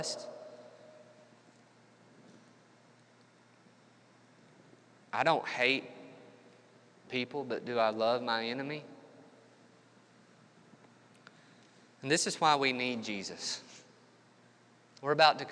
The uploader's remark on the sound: This episode was recorded 28 March 2021 at Matthew's Table Church in Cleveland, TN.